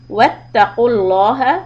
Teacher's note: lam heavy لفظ جلالة because there's a dhamma before the name of Allah